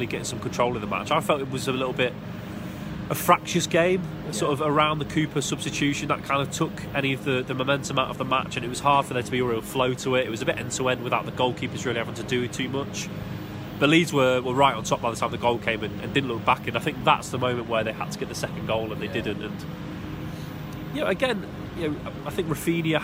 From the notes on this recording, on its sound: live from Elland Road